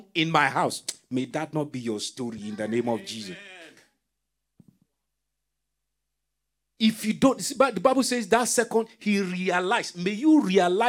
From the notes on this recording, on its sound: This teaching was extracted from our Live Church Service in Townsville on 18/06/2023